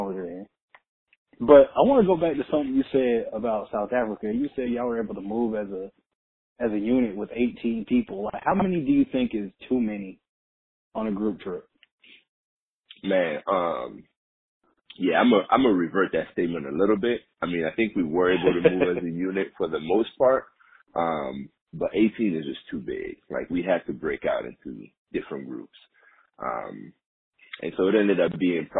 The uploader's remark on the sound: An extremely important phone call.